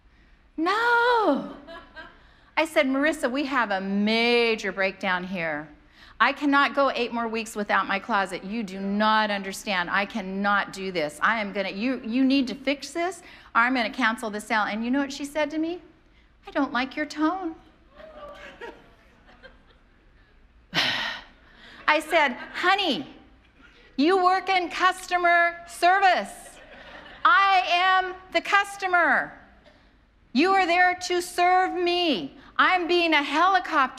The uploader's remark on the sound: preached on January 2nd at the 11:30AM service